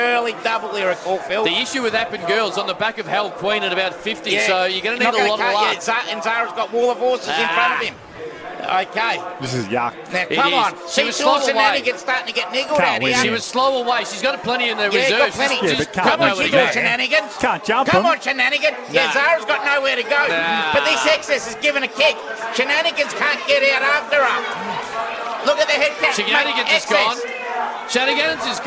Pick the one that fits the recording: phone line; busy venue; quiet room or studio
busy venue